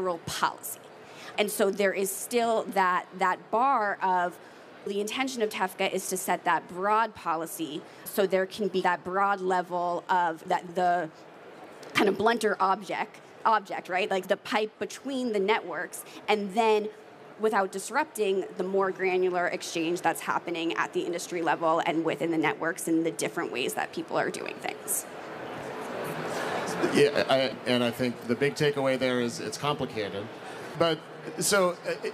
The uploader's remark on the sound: Live at HIMSS 2023